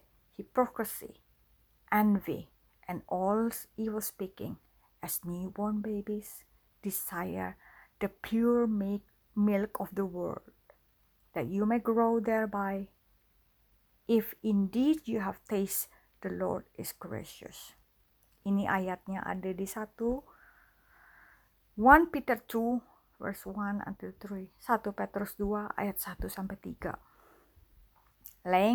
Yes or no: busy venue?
no